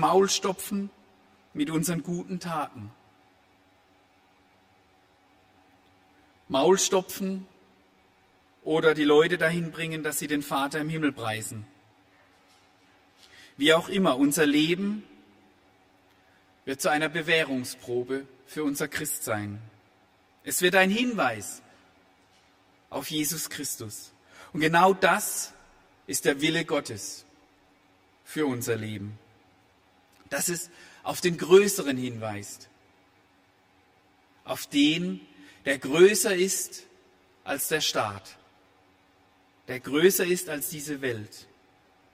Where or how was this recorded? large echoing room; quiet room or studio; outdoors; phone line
large echoing room